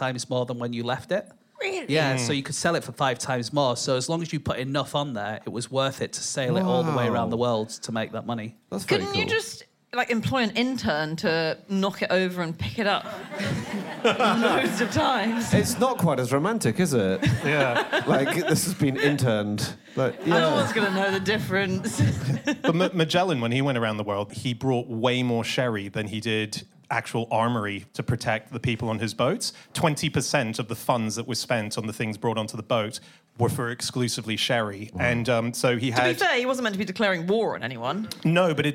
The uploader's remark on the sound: In a Christmas special, live from the Soho Theatre